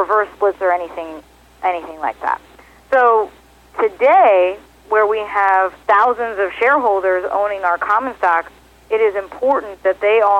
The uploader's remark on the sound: called in to SmallCapVoice